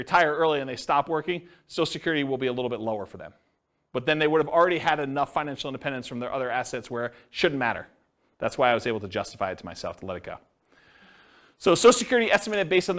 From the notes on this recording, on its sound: This was a live class recorded. The live in-person version.